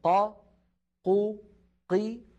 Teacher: والقاف من حروف أجد قط بكت، يعني حرف شديد، يعني ينحبس الصوت عند النطق به، فزمن قا قو قي واحد.